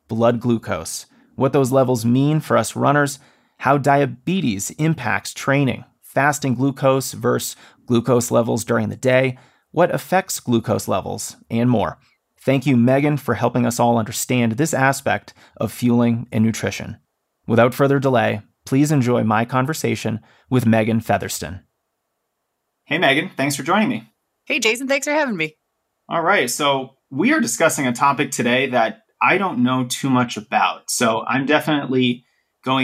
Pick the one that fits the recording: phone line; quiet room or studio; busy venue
quiet room or studio